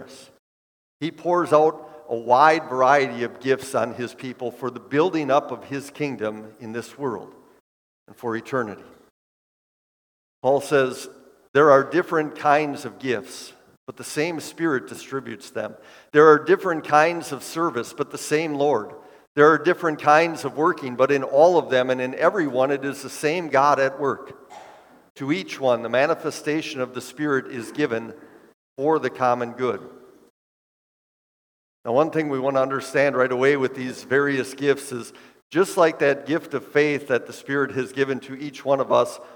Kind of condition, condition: setting, large echoing room